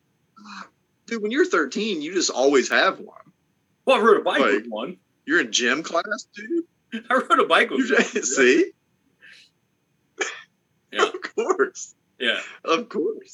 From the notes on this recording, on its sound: Snow, Ice and That C-vid could not keep us away for another week! Well, it did but we came together via zoom to bring you a new episode full of dumb stuff.